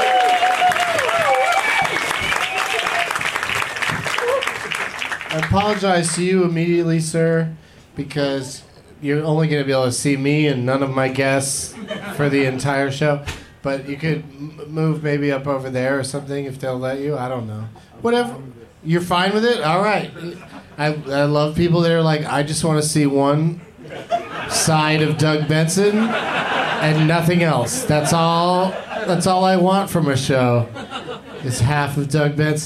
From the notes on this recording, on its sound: Live from the Punchline in San Francisco